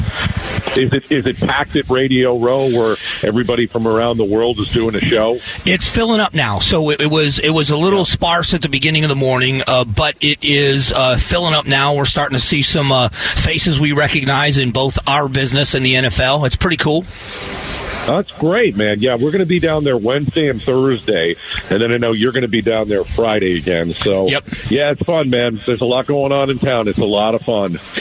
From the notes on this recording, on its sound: Live at Radio Row! The sights and sounds of being at Radio Row in the lead up to the Super Bowl.